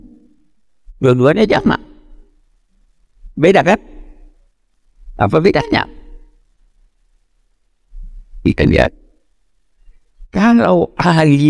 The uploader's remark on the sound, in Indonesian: Podcast episode ini merupakan hasil rekaman pada Februari 2023, yang diambil dari kajian Kuliah Umum Program PKU Masjid Istiqlal.